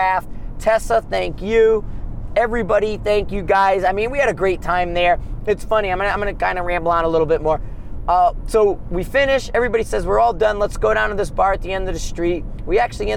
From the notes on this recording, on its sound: Driving Back from Gunsite, a road trip episode